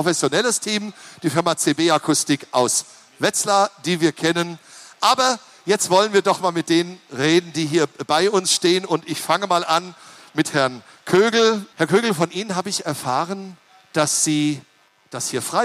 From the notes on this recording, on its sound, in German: Live auf der Hessentagsbühne im Bundeswehrzelt